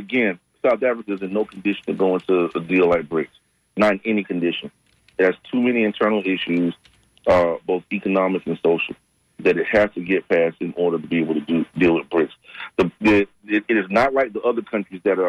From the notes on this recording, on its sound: Unique magazine format call-in show.